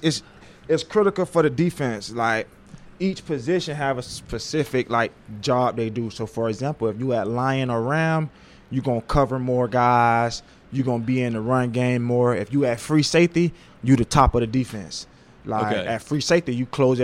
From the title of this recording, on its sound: LIVE! From Ole Miss Media Day